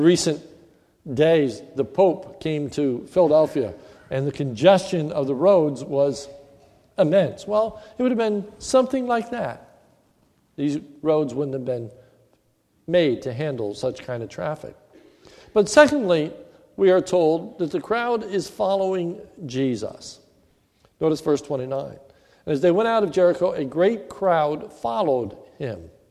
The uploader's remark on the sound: This is a sermon recorded at the Lebanon Bible Fellowship Church in Lebanon, PA on 10/11/2015 in the morning service